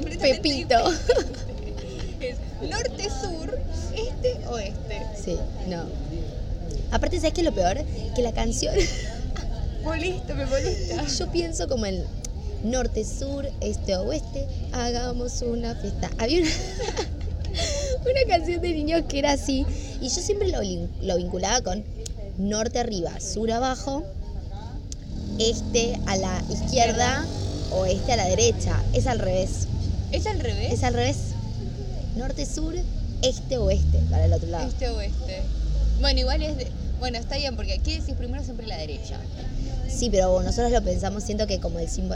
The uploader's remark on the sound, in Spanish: Perdón por el ruido infumable de fondo